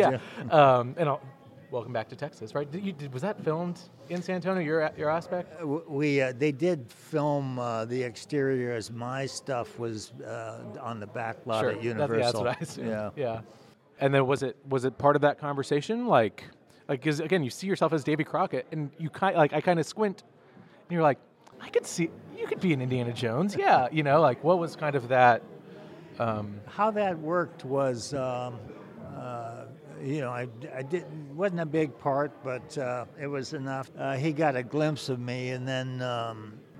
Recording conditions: busy venue